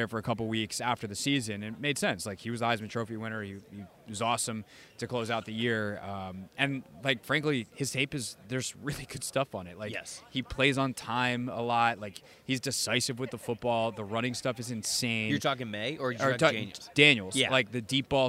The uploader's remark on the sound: live from the NFL Combine in Indianapolis